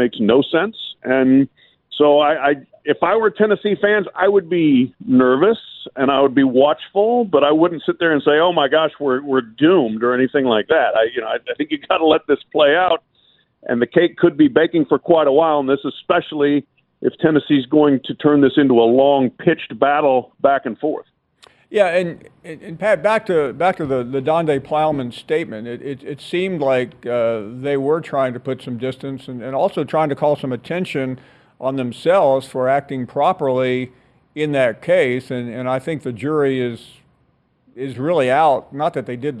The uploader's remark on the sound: we go to the phones